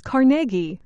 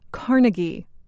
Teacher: It is Carnegie, not Carnegie. The stress is on the middle syllable. · Shown in: first take